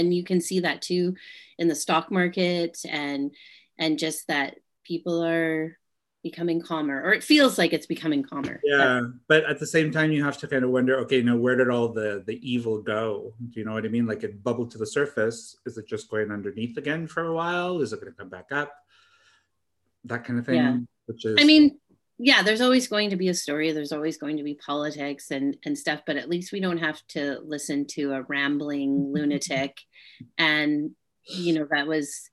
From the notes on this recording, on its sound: We were able to catch up with one another over Zoom.